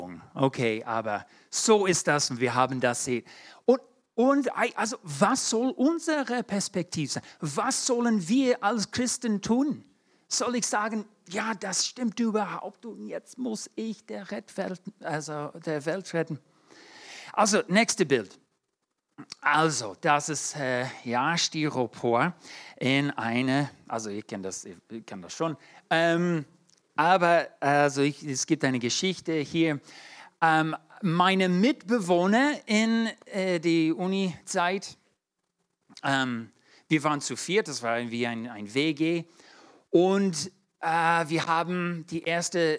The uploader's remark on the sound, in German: 2022 in der Gemeinde Kaleo Schopfheim aufgenommen.